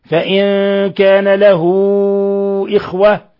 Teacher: مد صلة كبرى تعامل معاملة المد المنفصل تمد من 4 إلى 5 حركات